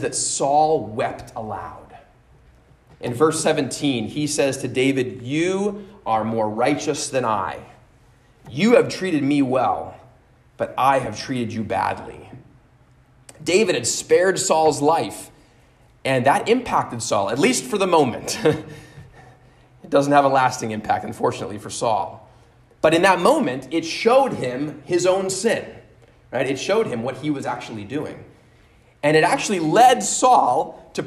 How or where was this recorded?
large echoing room